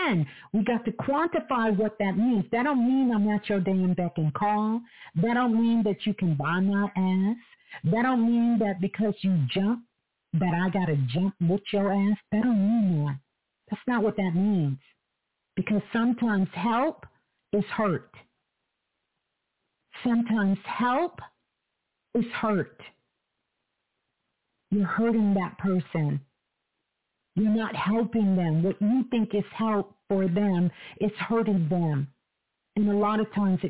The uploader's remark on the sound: Live Call In Show.